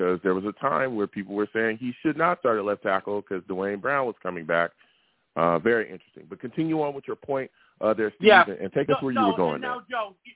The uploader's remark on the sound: I take live callers!